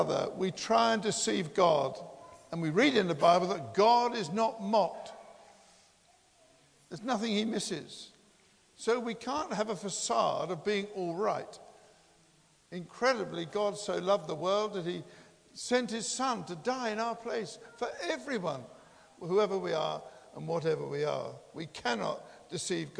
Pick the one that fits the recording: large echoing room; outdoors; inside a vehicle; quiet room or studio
large echoing room